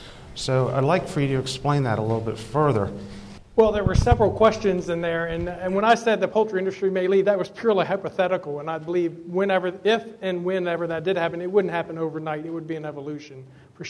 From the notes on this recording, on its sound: listen to a panel I moderated last week for the ESLC's 15th Eastern Shore Planning Conference